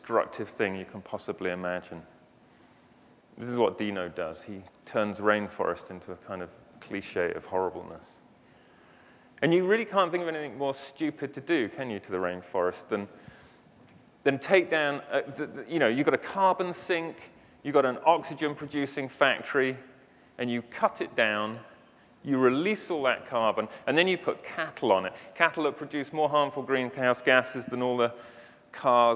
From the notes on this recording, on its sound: The best of live interviews from GreenBiz events.